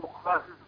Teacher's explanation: الميم مرققة وقعت بين مفخمين الخاء والراء